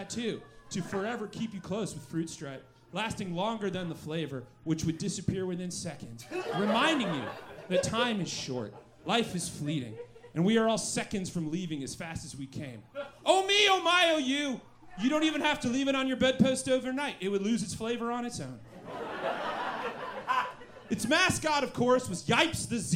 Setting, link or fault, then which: setting, live audience